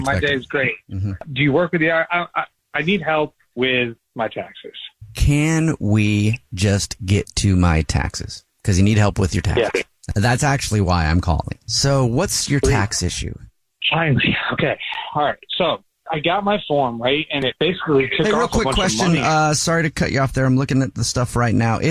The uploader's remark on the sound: phone prank style